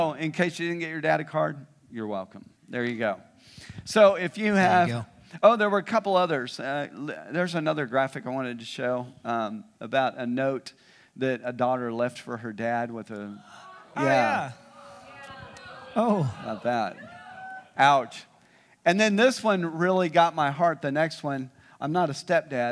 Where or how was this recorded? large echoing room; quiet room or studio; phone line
large echoing room